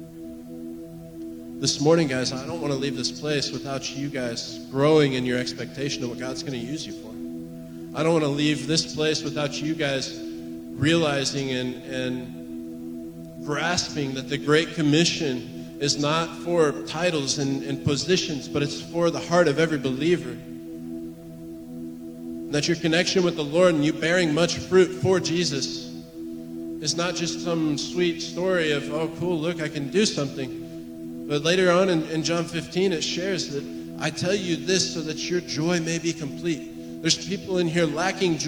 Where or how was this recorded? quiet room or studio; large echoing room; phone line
large echoing room